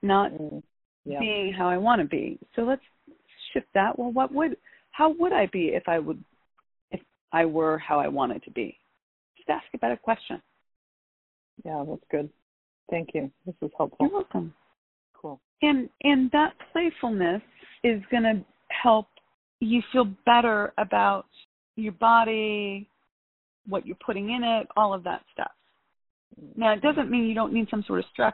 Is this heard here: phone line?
yes